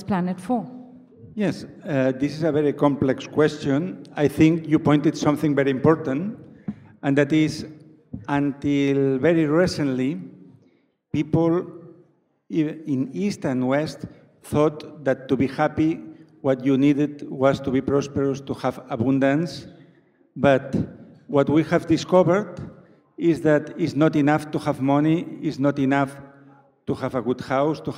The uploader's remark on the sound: A live session from #JaipurLitFest2020. Joins us at the Jaipur Literature Festival.